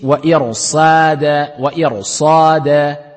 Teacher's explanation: Donc, il y a le sad. Le sad va l'emporter et va pousser à l'emphase.